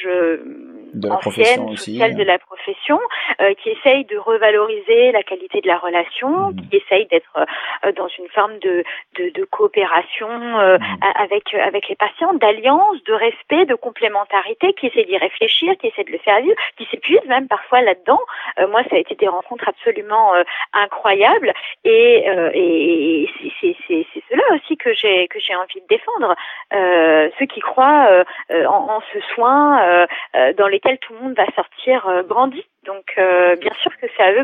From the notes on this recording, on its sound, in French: Hélas à distance vu les circonstances et "l'urgence". Conversation par téléphone.